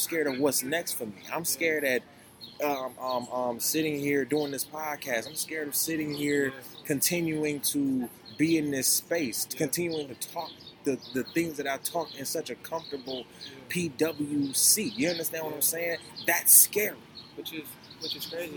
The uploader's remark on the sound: THE POP-UP: LIVE FROM DOWNTOWN GRAND RAPIDS